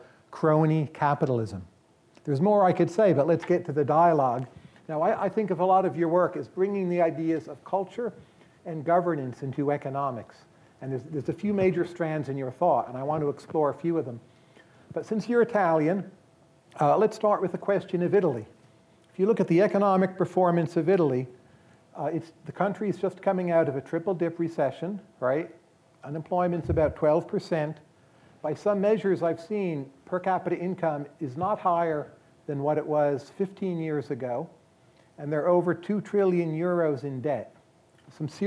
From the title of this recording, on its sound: Live at Mason